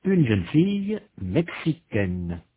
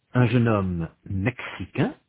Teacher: the feminine forms mexicaine and brésilienne have a consonant n that the masculine forms do not. In addition, the final vowel is different in the masculine and in the feminine.